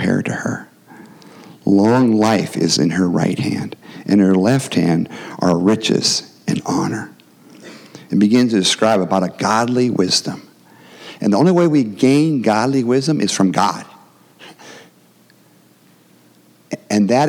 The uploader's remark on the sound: The gospel preached at our church on Sunday.